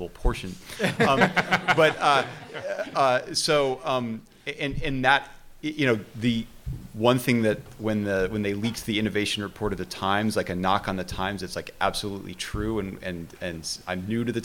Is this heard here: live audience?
yes